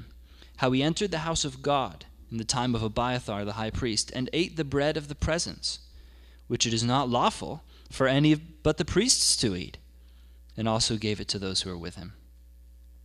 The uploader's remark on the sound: The audio from our Sunday gathering.